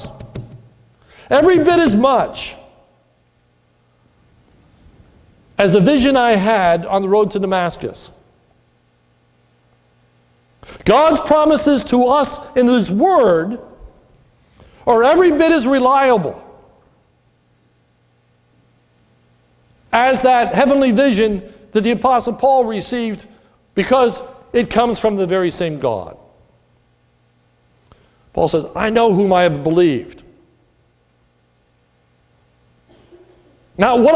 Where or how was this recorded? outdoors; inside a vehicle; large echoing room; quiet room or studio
large echoing room